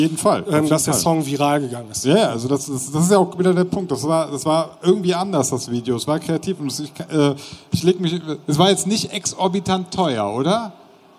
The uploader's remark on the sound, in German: Live von der Mixcon 2020. Auf der Mixcon in München und haben dort einen Live-Podcast gehalten und aufgenommen (daher auch die etwas schlechtere Audioqualität als gewohnt).